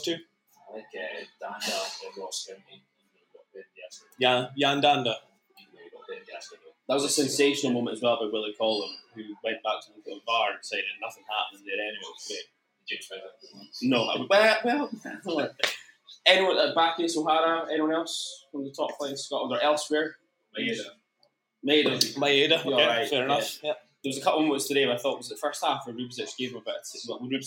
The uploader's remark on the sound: ABZFP Live. In the bar at Siberia Bar & Hotel on Belmont Street, Aberdeen for a live version of the show.